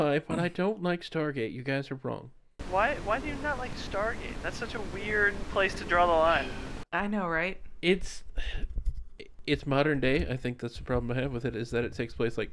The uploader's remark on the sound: This episode turned into a bit of a nightmare with lost recordings and re-recordings the audio is still a little off.